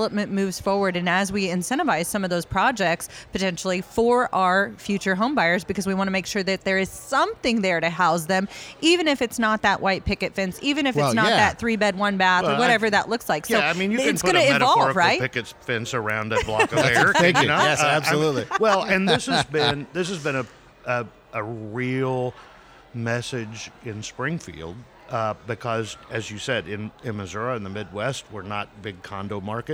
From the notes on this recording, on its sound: Took the show on the road to the Missouri Realtors Spring Business Conference and asked Realtors from across the state about their markets.